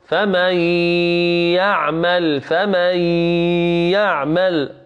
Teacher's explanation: لاحظ هنا نطقنا بالياء مشددة · Term: إدغام بغنة